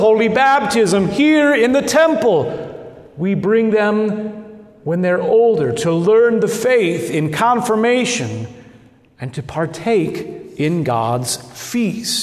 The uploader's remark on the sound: Good Shepherd Lutheran Church in Lincoln Nebraska